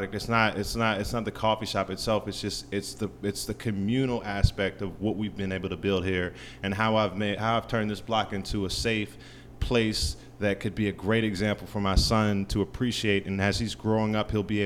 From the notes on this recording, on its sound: Live from Brewer's Café in Richmond, VA.